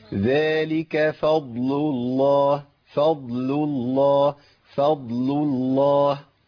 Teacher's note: الفاء مرققة، الضاد مفخمة، اللام مرققة، لام اسم الجلالة مفخمة، يبقى أنا بخرج من ترقيق لتفخيم